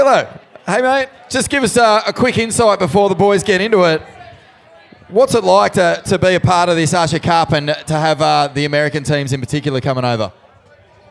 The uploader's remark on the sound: Live from the Usher Cup President's Dinner